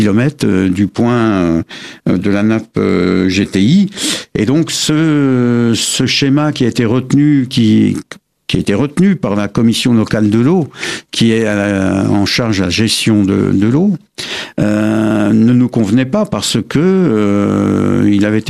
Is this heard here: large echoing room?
no